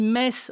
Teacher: Oui, effectivement, on dit Metz, on ne dit pas Metz, le T ne se prononce pas.